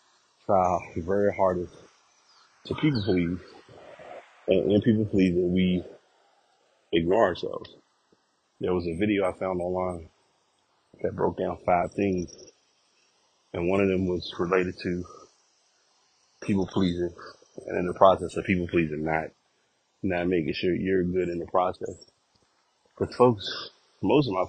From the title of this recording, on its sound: Walking Recording